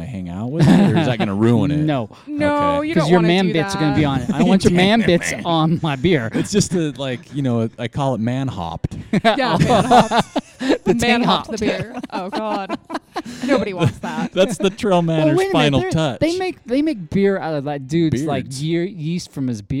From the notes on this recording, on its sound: We went on location to Roosters Brewing Company in Ogden, Utah (again).